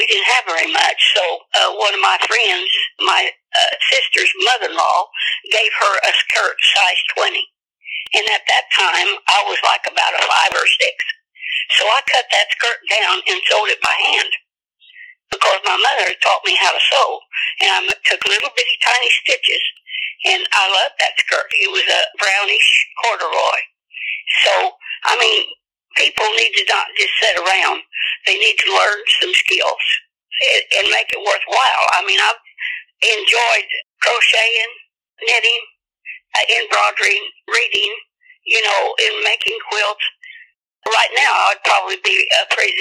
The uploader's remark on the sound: quick phone interview